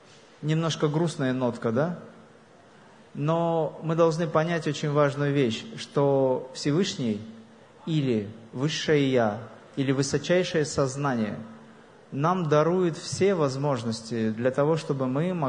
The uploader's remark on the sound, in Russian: лекции, прошедшей в Баку на международном фестивале духовных и телесных практик "Nine Senses Fest"